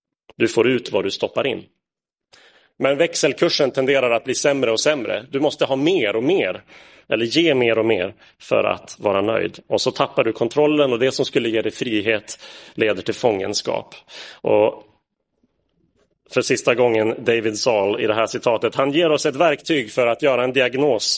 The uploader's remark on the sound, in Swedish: Inspelad i Roseniuskyrkan den 3 juli 2022.